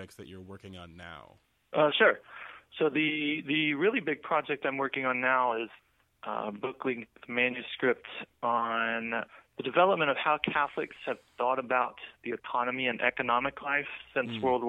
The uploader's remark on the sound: This episode was recorded late this past summer and features the return of phone interviews!